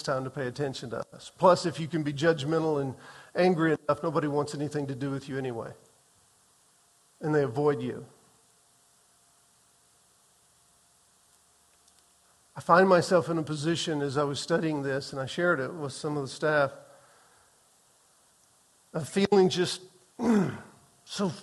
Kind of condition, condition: setting, large echoing room